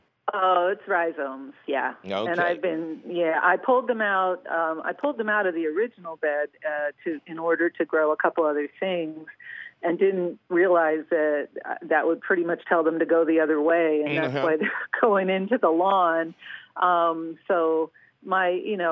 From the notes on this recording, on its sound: Your Fabulous phone calls!